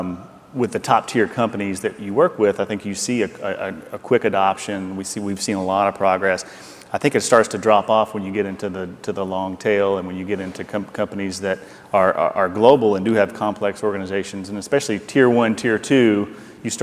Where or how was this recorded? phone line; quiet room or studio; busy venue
busy venue